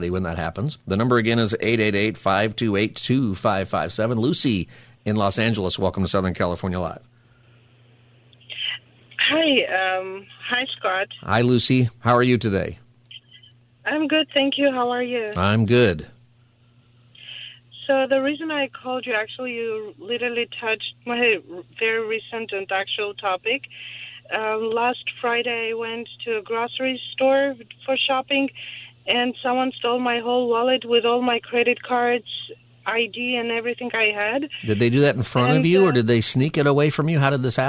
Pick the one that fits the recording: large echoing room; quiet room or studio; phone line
phone line